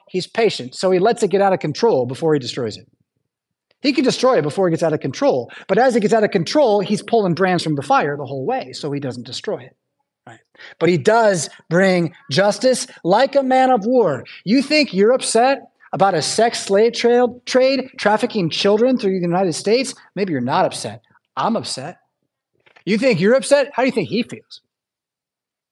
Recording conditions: large echoing room